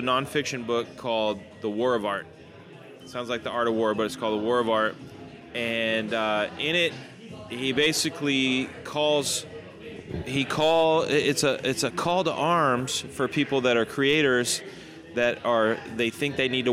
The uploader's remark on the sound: venture over to the Matador Cantina in Downtown Fullerton for some drinks